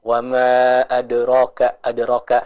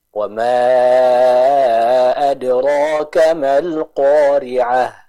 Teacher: Jadi kita baca huruf roknya dengan kadar dua harokat. · Shown in: second take